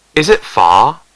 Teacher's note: A rising tone, as in far, when asking, is it far? · Term: Second tone